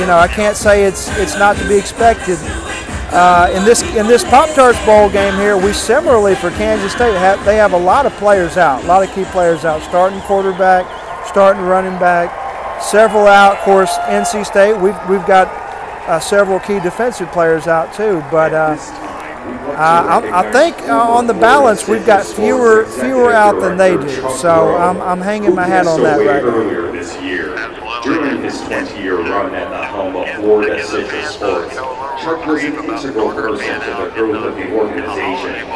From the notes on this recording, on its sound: The Home Field Advantage Podcast hits the road for their annual road trip. Live from Camping World Stadium.